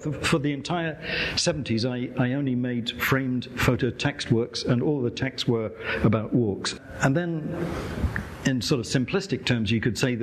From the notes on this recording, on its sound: Recorded live at the Hirshhorn Museum and Sculpture Garden.